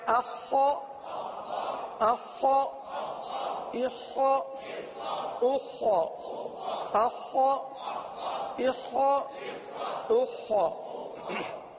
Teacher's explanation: حلق میں اتاریے اور خا کی آواز کو پر ادا کیجئے